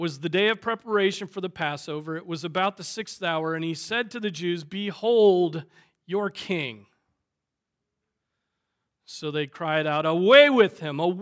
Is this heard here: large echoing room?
yes